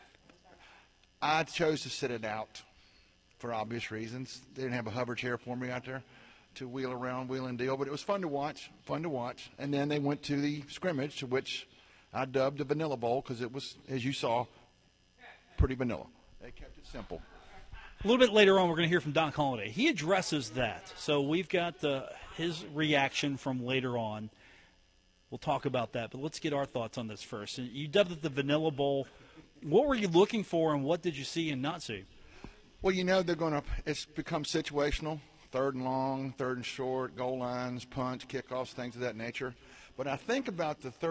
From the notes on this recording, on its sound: Broadcast live from The Union Pub and Grill in Huntington for today's episode.